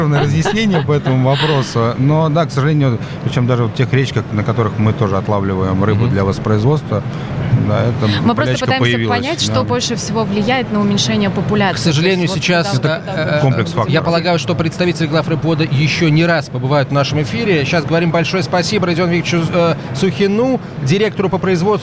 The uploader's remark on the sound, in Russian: III Международный рыбопромышленный форум открылся в Петербурге. Из открытой студии Радио «Комсомольская правда», работающей на форуме.